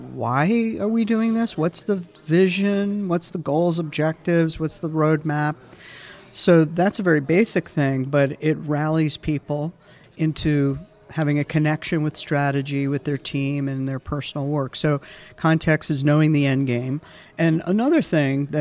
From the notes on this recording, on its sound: at The Path to Agility Conference